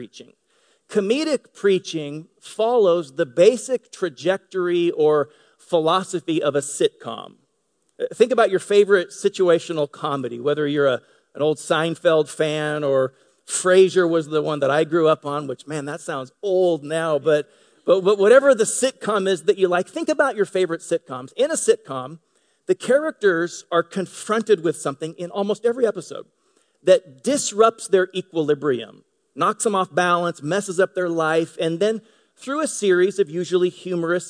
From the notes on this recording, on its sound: Delivered on 18 February 2018 at Grace Church of La Verne . At Grace Church of La Verne .